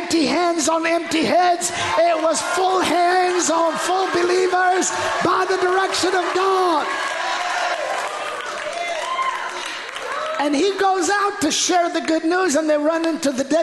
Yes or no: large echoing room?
yes